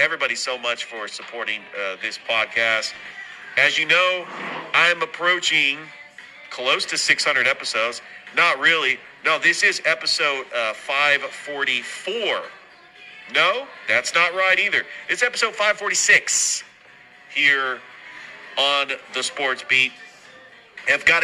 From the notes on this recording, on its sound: Live from Ivy Park Sports Bar and Grill